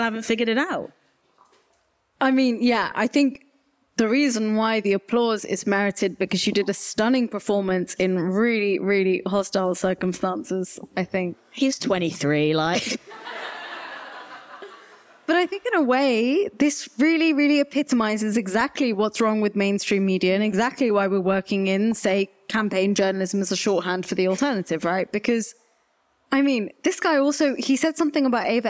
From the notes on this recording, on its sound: recorded live on 13 October at Hamilton House on Stokes Croft as part of the Cable’s ongoing speaker series